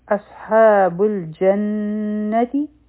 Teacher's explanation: صاد غټ حرف دی په دې کې د سیتی آواز هم دی